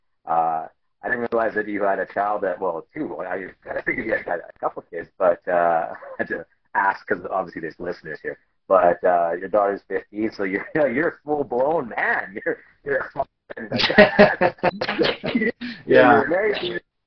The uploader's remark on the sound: Apologies for the not so stellar audio.